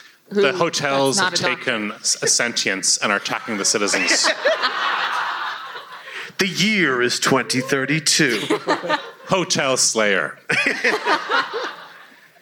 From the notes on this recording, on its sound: Appeared as part of a double bill with The Irish Passport at The Button Factory. This episode is the live recording of that show, edited for brevity and clarity.